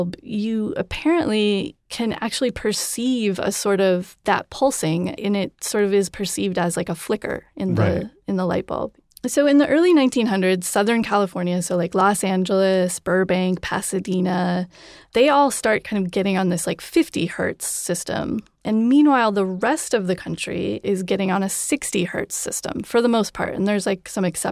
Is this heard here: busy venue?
no